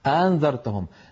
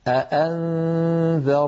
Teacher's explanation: لابد من بيان الهمزتين ولا نجعل الكلام مدغما · Shown in: second take · أأنذرتهم نسمع من بعض أبنائنا أأنذرتهم فتدخل الهمزات في بعضها وتتسهل الهمزة الثانية، لابد في رواية حفص عن عاصم من تحقيق كلتا الهمزتين هكذا أأنذرتهم.